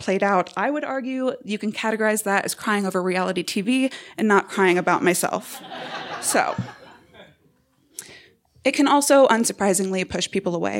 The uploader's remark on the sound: told this story live on 18 October 2017 at Buntport Theater